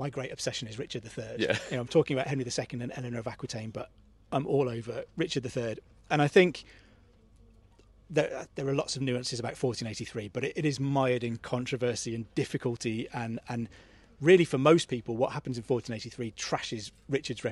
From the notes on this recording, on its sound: We're at the Chalke Valley History Festival